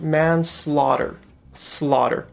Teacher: the two T's sort of go into a flap sound